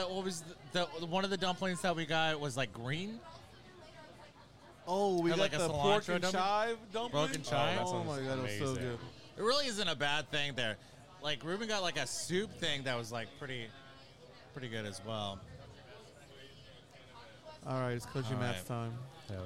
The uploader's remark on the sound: Chilling on our favorite east Austin patio at Violet Crown Social Club with some very special show regulars/guests.